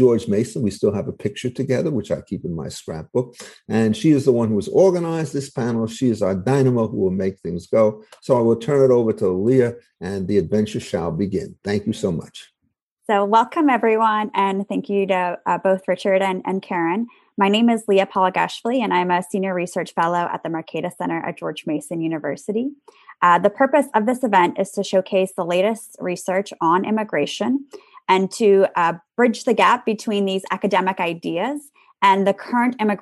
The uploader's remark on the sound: Today, we’re bringing you the audio from a recent webinar we co-hosted with the Classical Liberal Institute on the current immigration debate.